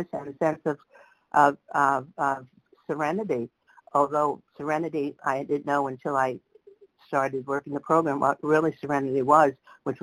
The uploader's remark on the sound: 100 Pounders Phone Meeting